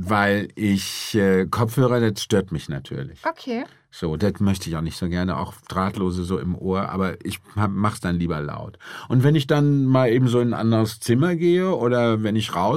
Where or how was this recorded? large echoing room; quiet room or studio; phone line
quiet room or studio